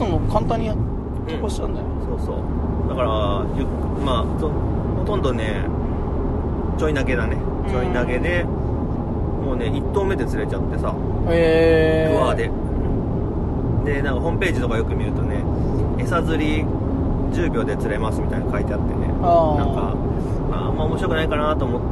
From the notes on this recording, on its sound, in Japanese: その帰りの車の中で。今回収録の途中で誰かが寝ます。